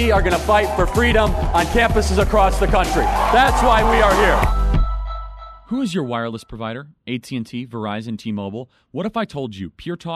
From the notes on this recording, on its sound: takes questions LIVE from the frontline campus patriots themselves at Turning Point USA’s annual Chapter Leadership Summit in Phoenix, Arizona